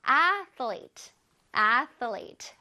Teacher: athlete이니까 혓바닥을 내밀었다가 슉 넣어줘야겠죠.